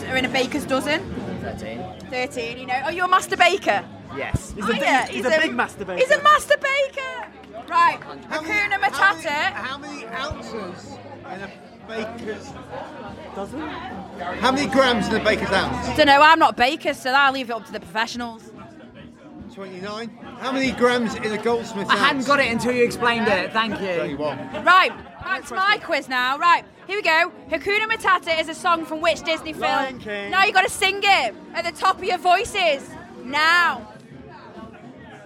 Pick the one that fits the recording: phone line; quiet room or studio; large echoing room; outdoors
outdoors